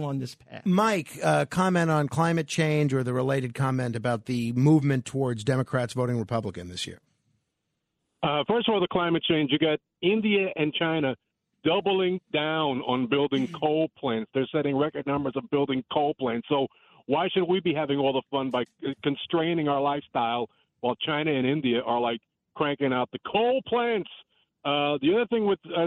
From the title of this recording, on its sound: Featuring An All-Star Cast of Callers